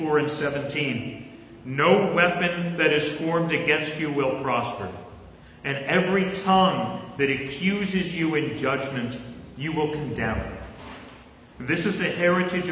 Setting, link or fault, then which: setting, large echoing room